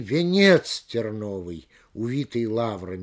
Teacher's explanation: Ставя подчеркивающее ударение на слово «венец», и снимая ударение со слова «терновый», они искажают смысл текста.